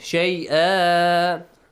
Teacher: if you stop here, Tanwin Fatha changes to Alif Mad